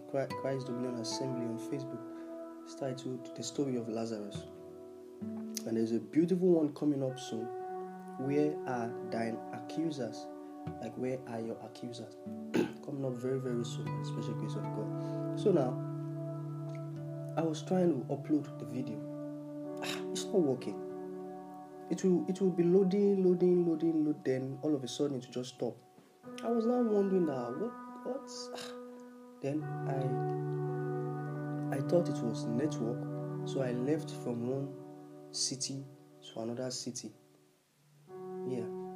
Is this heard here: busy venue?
no